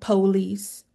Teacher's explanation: You'll hear the emphasis on the first syllable, police.